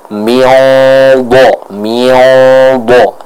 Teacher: huruf setelahnya tebal, maka dengung ikhfanya pun ya, atau samaran suara dari ikhfanya pun akan dibaca dengan tebal. Contoh miobo, miobo.